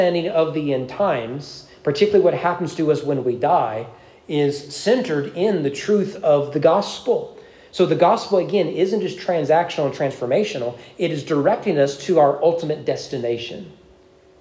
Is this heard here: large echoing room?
yes